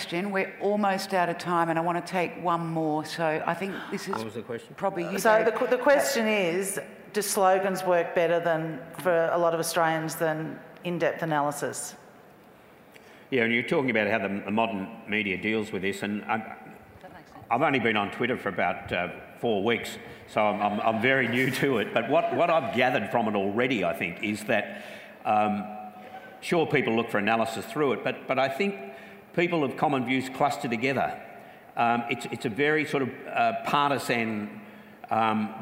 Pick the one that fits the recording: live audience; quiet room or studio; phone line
live audience